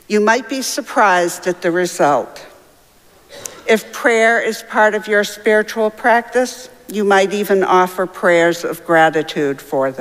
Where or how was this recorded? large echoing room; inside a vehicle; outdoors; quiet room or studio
large echoing room